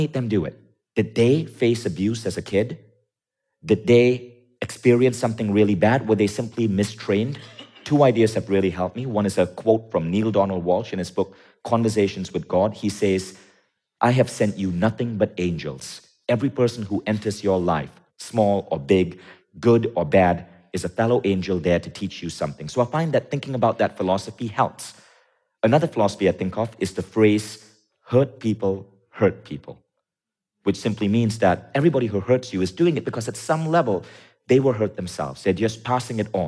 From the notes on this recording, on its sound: Tune in to this episode special with three special guests on stage. At Mindvalley’s A-Fest.